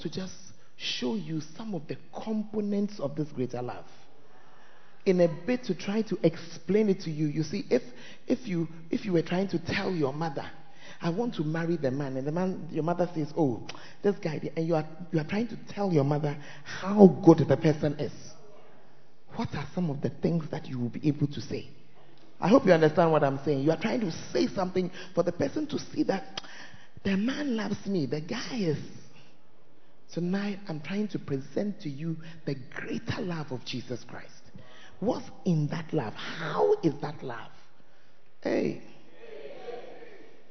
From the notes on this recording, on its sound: Preached At First Love Center, Ayeduase (Tuesday Service)